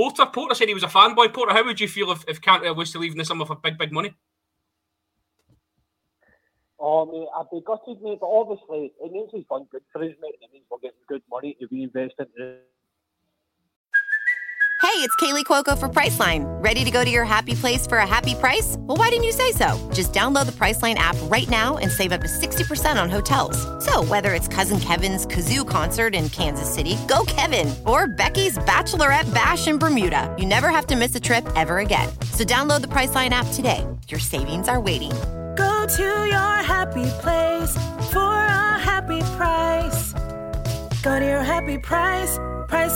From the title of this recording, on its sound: Phone